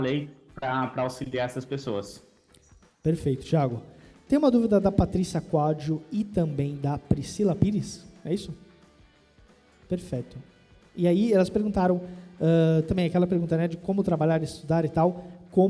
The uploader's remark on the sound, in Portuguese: foi gravada diretamente no nosso evento presencial de São Paulo, no último dia 3 de dezembro.